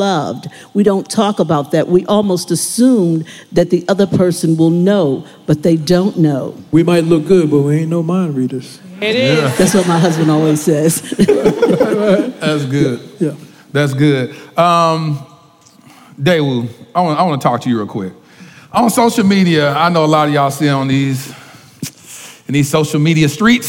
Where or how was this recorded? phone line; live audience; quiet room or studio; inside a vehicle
live audience